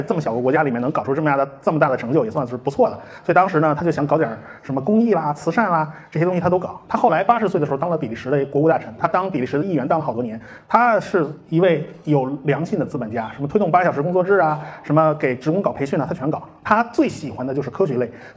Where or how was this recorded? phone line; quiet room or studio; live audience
live audience